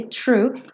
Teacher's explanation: A gente tem o R aqui enrolado logo depois do T, true. E o finalzinho com th, né?